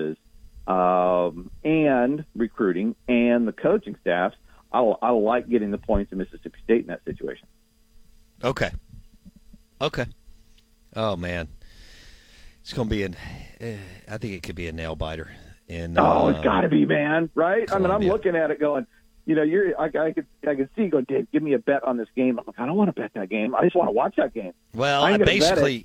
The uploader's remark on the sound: Joins the show on the Farm Bureau guest line talking about the biggest storylines in week 4 of college football live in the BankPlus Studio.